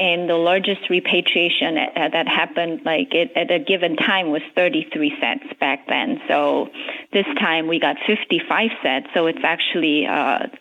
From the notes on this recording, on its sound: By phone from Pearl Harbor, Hawaii.